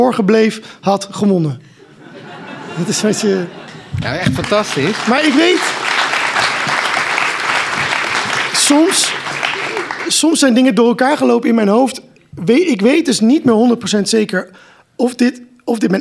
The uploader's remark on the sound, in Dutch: De opname van de live-podcast. Tijdens de boekpresentatie. In het begin van het interview met hem niet helemaal goed werkt, later trekt dit gelukkig bij.